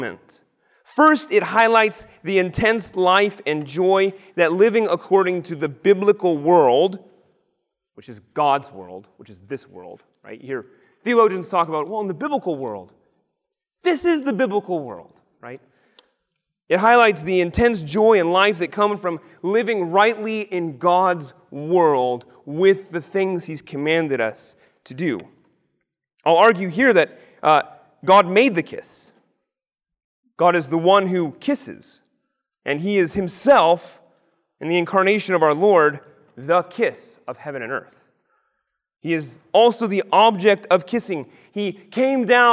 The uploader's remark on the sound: Lecture on the kiss of peace given at the 2023 Theopolitan Ministry Conference.